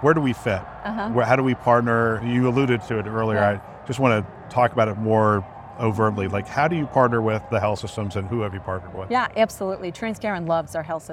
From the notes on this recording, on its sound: Interview in Action live from ViVe 2023